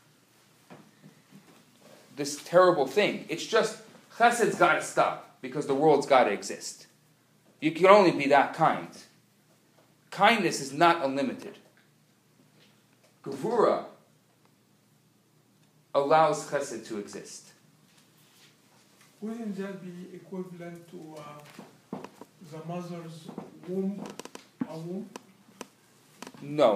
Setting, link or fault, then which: setting, live audience